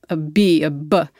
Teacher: that's the lips coming together to block the sound and then release the sound